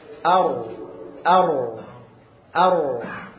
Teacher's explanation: الراء ماهيش النقرة بس ولا الواسع بس، الراء الاثنين سوا · Term: متوسط